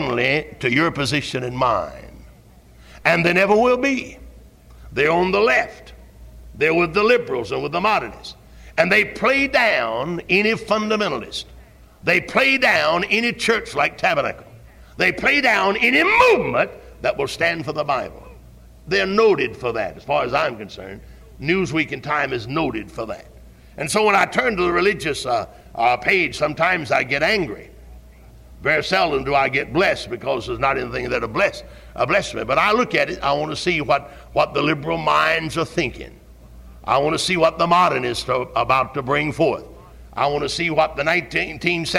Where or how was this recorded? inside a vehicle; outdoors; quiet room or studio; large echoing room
large echoing room